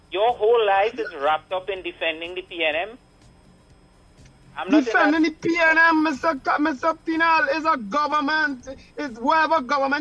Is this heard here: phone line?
yes